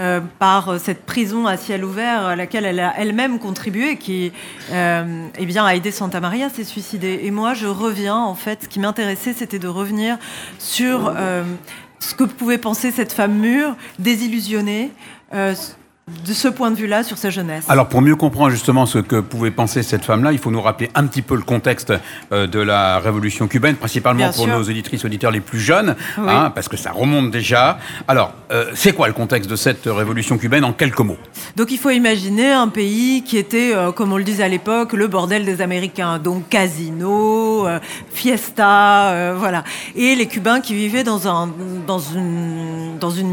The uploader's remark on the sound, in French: Était sur les radios de la FRAMA en direct du salon du livre dimanche 2 octobre 2022.